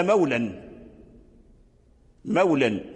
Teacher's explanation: مثل إذا قلنا المولى، المولى الألف هنا مقصور، فإذا جردنا الألف واللام عن مولى نوناه قلنا مولا، مولا. هذا الألف الذي كان في المولى، في المولى لحقه التنوين فحذف الألف للتنوين فرجعت مولا